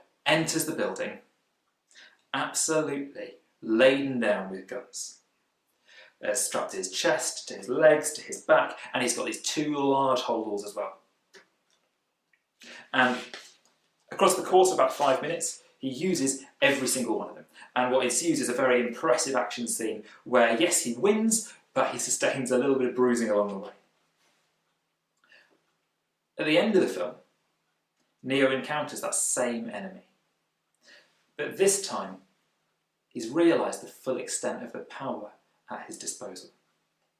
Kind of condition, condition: setting, large echoing room